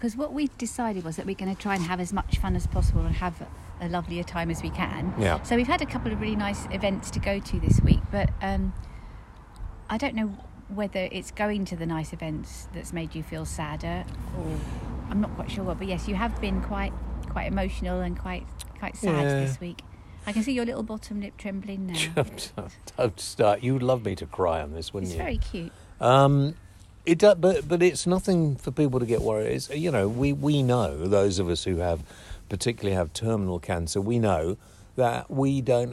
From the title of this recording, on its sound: Outside broadcast